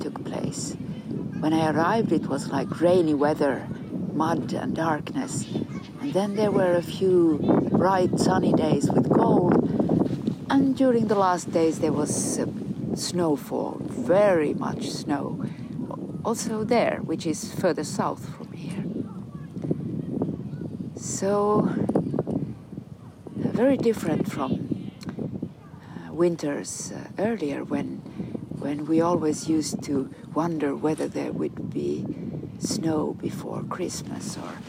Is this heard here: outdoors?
yes